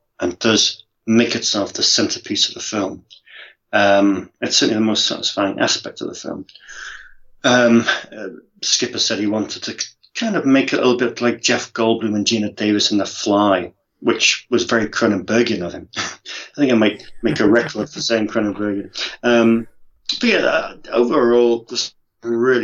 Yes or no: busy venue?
no